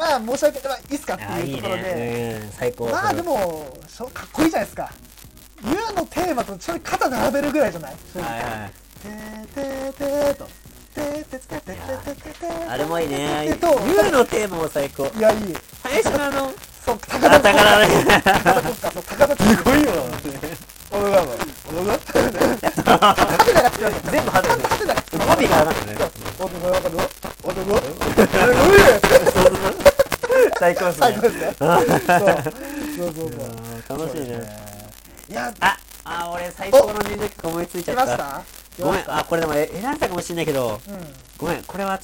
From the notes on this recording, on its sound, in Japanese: 今回の音源は音質が悪いため、ご了承の聴取ください。無観客公開収録第2部の模様をお送りします。